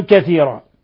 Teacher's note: ثم كثيرا فيه مد عوض يبدل ألفا ويمد مقدار حركتين